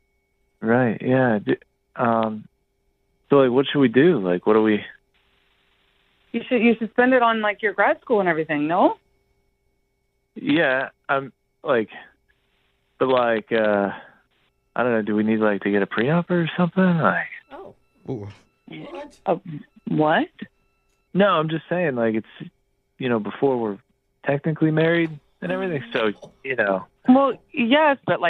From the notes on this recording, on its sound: we’re doing an Awkward Tuesday Phone Call!